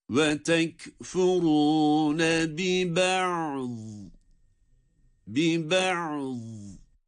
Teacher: Cezimli olması itibariyle burada ayında ne böyle sesin büsbütün akışı, ne de hapsedilmesi var. Ayının sesi çıkacak kadar duyulması lazım. Yani nefesin burada hapsedilmesi de yok. · Term: beyniye